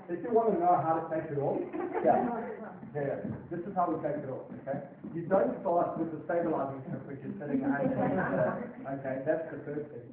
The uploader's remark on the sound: RockTape kinesiotape seminar. Recorded seminar.